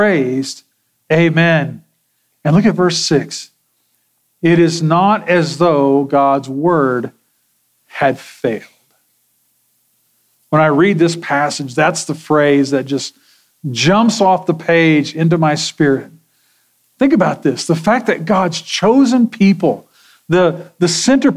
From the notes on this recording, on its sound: Sermon audio from Sunday, February 25, 2024.